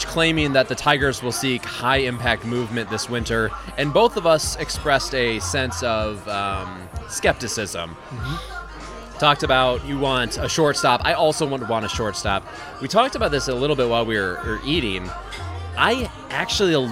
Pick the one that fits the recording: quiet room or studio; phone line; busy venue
busy venue